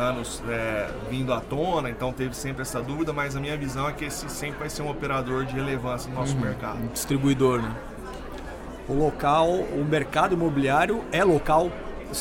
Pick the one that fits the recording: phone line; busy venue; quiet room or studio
busy venue